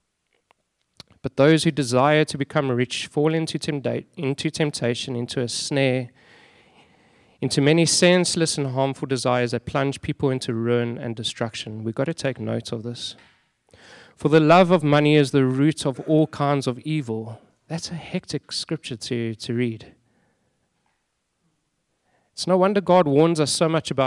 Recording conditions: large echoing room